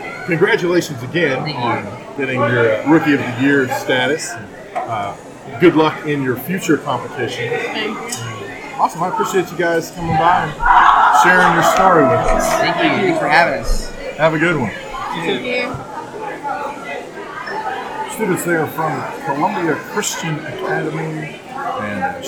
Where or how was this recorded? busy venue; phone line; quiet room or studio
busy venue